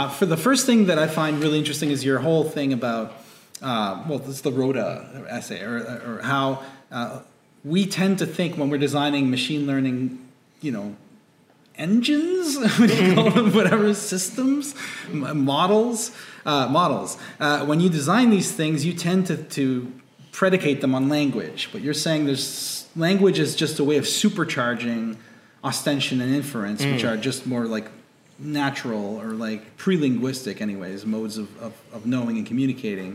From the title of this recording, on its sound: Live at the Diverse Intelligences Summer Institute